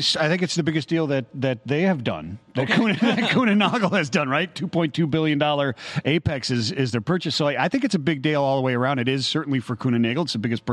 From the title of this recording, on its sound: LIVE from Global Supply Chain Week